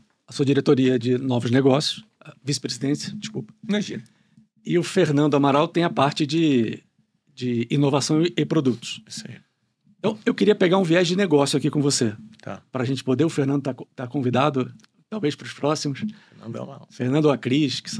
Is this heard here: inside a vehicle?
no